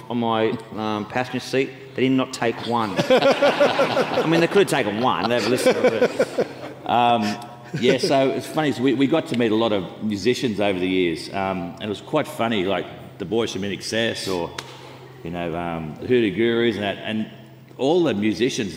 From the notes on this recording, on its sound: Recently Sekuro held a corporate event named Sekurokon. In front of a live audience.